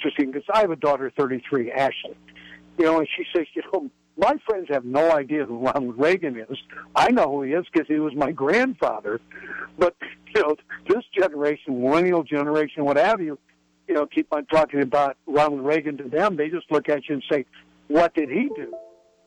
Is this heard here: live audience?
no